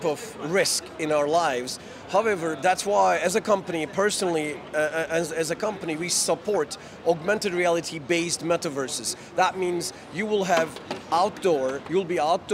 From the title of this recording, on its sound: Live from GITEX in Dubai